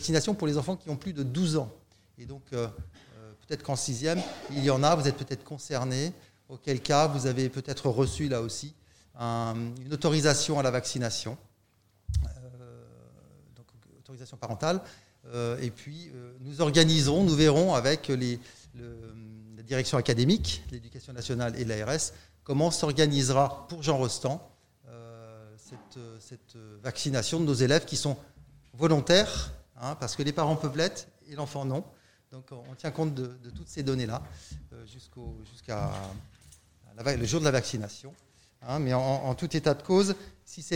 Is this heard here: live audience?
yes